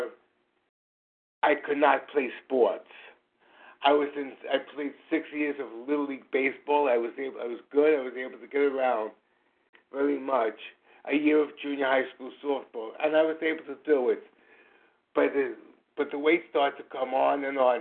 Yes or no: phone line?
yes